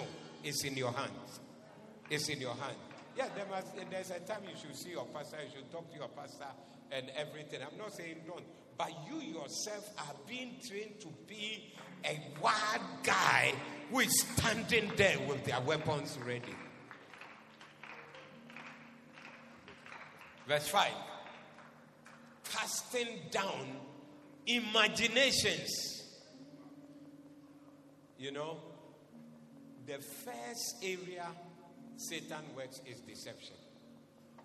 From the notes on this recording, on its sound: Preached at the 2023 More Than You Can Carry Day 3